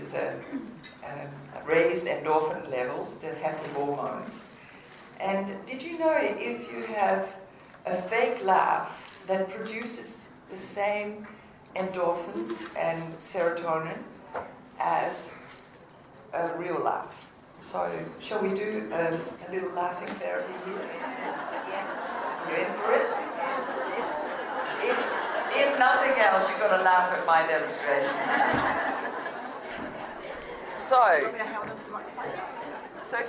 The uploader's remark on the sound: The biggest morning tea is an annual fundraiser for cancer research in Australia. This year again I had the honour of guest speaker in Mount Gambier with some 350 people in the audience. Sorry for the background noise.